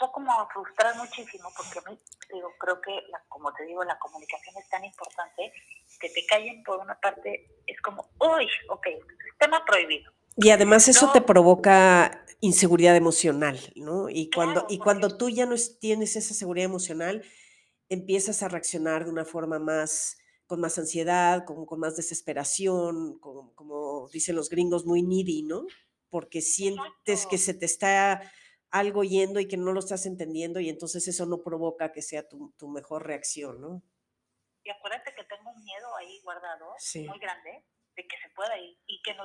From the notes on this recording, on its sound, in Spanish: El sonido está un poco bajo y no tan claro porque lo hicimos telefónicamente